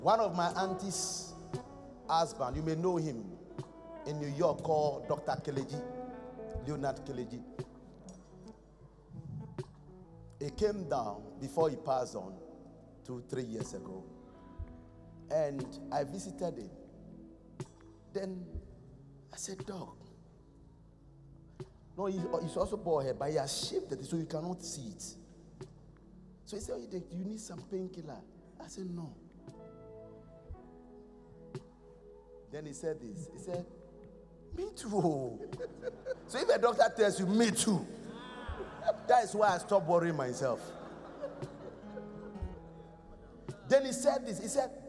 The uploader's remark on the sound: Preached at The Qodesh